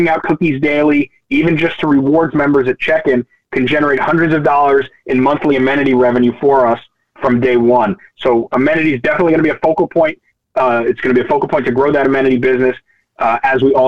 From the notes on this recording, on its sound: Nightfood June 2023 Conference Call. Answer investor questions.